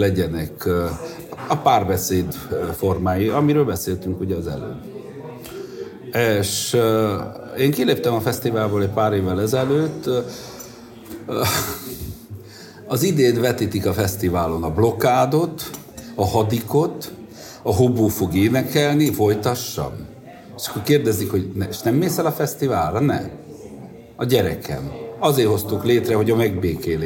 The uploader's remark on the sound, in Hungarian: egy marosvásárhelyi kávézóban rögzített adásában